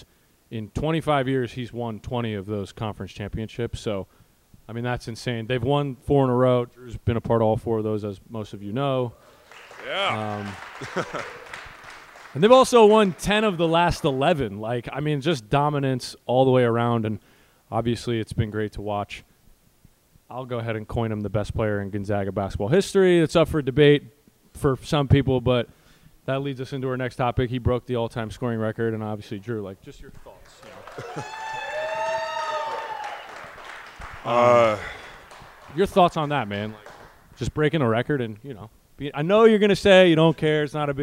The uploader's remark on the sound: Sit down in Northern Quest Casino for their first live audience podcast. Audience Q&A.